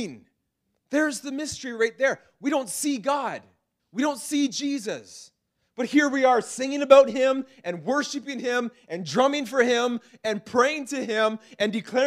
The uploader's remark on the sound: This message was preached in April 2019 at Freedom Life Church in Kitchener Ontario